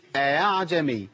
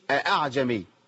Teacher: اخلي الهمزه بين الهمزه والالف، بين الهمزه واصل حركتها · Shown in: first take · اعجمي بعض الناس بيقولها خطا، بيقول اعجمي، ما عنديش هاء، هي بين الالف وبين الايه؟ · Term: التسهيل